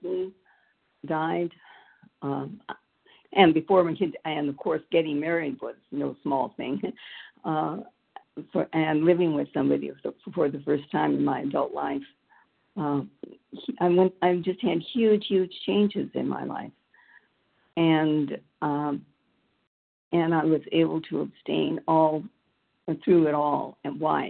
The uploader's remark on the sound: the 100 Pounders Phone Meeting, 5/19/23